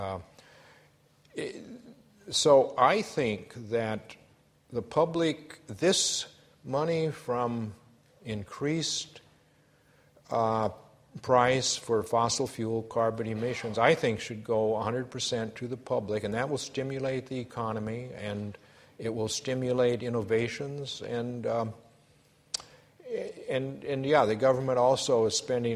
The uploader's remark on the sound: A Sydney Ideas lecture